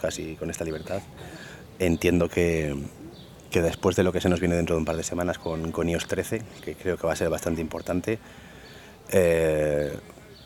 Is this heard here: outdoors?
yes